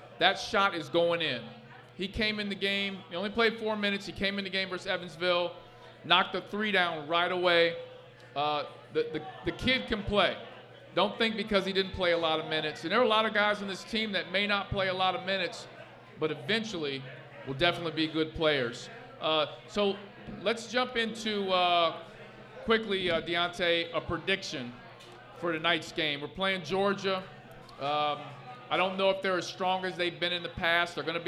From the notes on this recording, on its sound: LIVE at Mio's in Clifton!